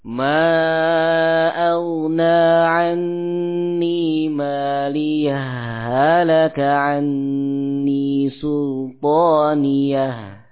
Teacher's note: Wajah yang pertama adalah mengidghamkan ha, ya, ha sukun kepada ha yang berikutnya